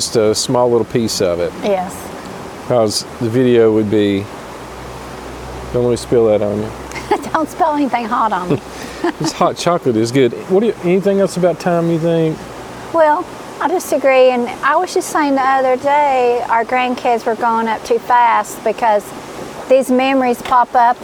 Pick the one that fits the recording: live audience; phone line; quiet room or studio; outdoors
outdoors